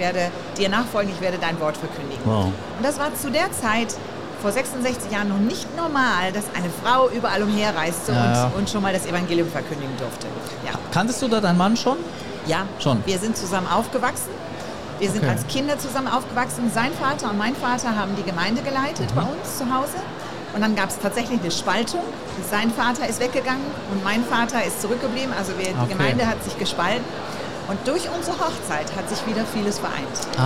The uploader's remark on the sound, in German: hier live auf der MEHR Konferenz 2024 in Augsburg